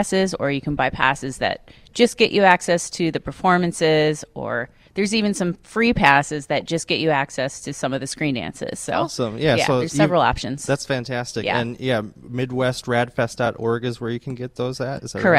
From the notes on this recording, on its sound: Live at RADFest 2022!